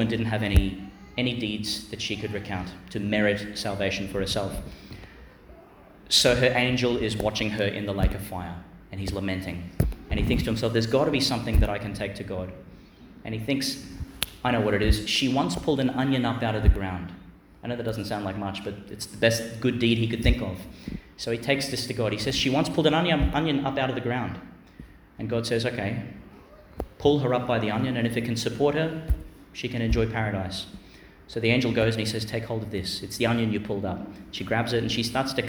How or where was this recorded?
large echoing room